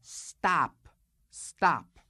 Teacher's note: The low back vowel, ah, which is sometimes rounded in America when it's spelled with an O, changes to a very flat frontal sound in the New York dialect. It really changes to a low front unrounded sound.